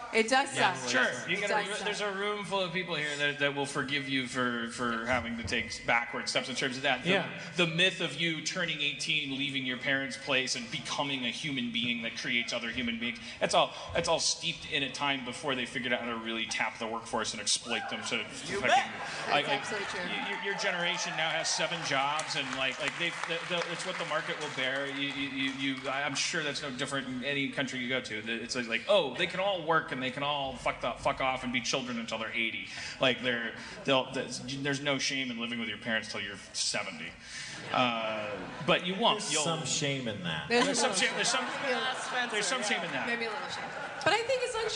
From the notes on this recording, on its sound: Live At JFL Toronto 2016.